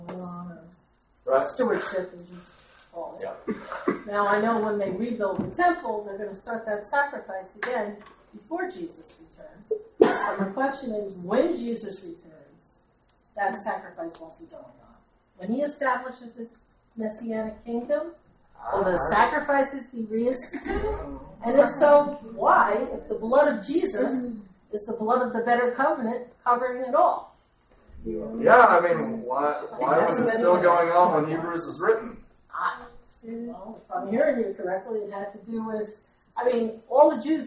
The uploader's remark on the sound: In this resource you hear various questions from the audience